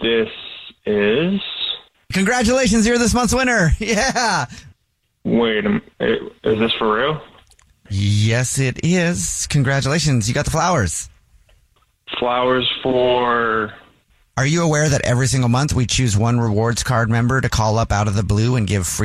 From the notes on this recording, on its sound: There is a woman on the phone who thinks her boyfriend is cheating on her.